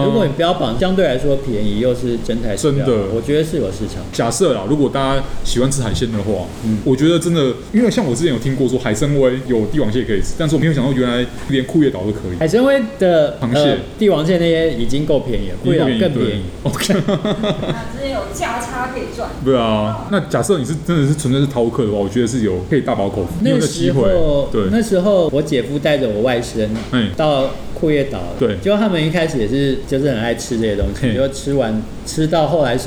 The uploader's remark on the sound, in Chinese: 本集白噪音指數：微風級 2/5。錄音現場約 25°C。錄音地點： 明星咖啡館 - Cafe Astoria。